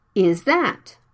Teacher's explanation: When the TH sound is right after the N, S, or Z sounds, it can be dropped for example, is that. The TH sound is right after the Z sounds. It can be dropped.